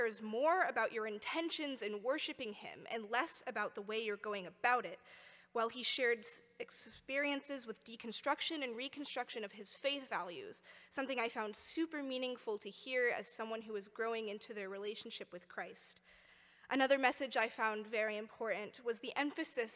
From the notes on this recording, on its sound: A collection of participants share reflections at a Park View Mennonite Sunday morning service.